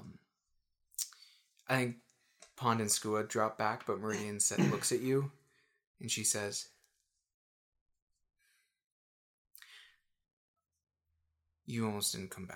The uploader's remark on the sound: the audio quality is a little lower